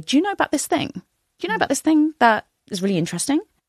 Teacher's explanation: when we make video content, we use a lot of rising intonation, possibly to relate to our audience. So I may be using a rising intonation to say, do you know about this thing?